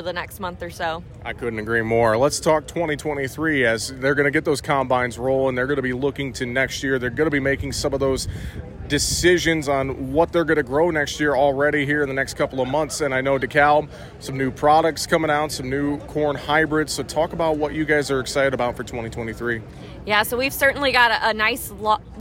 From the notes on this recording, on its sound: Conversations from the Farm Progress Show